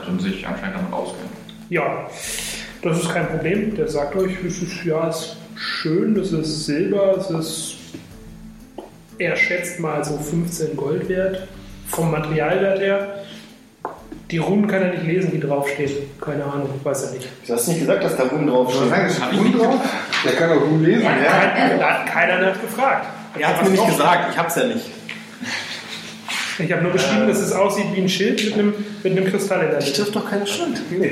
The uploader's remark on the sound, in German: Am offensichtlichsten ist, dass jede Folge in einer Live-Runde aufgenommen wird, deswegen kann ich mich nur schon einmal von vorne herein für die schwankende Qualität entschuldigen. Leider gibt es diesmal keine extravagante Audioqualität. Dies liegt zum einen an dem bereits zu Beginn angesprochenen Mikrofonproblem, zum anderen an kleinen Dingen, die bei einer solchen Runde gegenüber einer Internetrunde auftreten – Würfelgeräusche, Stuhlschieben und all den kleinen Problemchen.